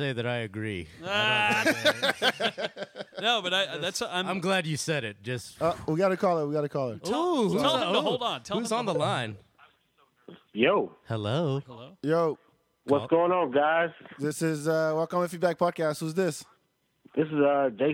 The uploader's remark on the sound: We take calls from the audience